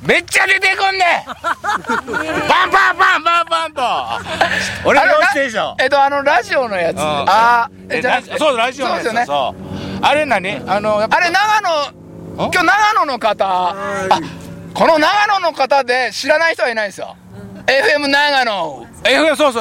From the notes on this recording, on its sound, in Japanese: 長野県ビーナスラインの霧ヶ峰高原にて。バイクツーリングをして青空対談収録を開催いたしました。